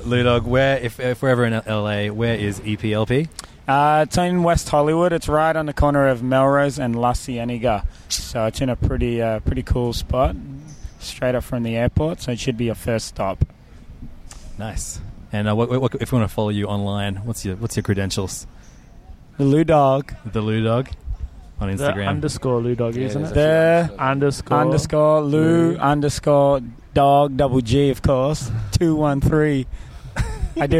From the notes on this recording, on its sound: we recorded it in the sunny Harmony Park in Surry Hills